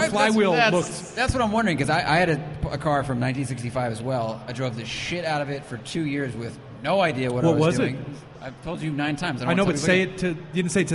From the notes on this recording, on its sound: We decided to record this one in person. A handful of folks gathered at Four Sons Brewery in Huntington Beach, CA.